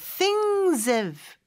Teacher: 자, things have 이렇게 연음이 될 수 있어요. Things의 마지막 S는 Z 발음이거든요. 그래서 그렇게 Z 발음 내면서 things have 이렇게 발음하면 되고요.